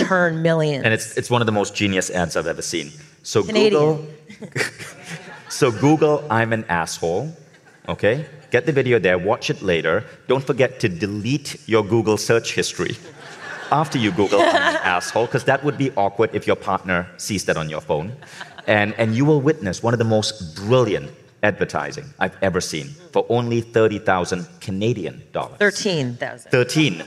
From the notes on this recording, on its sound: Live bonus Q&A session.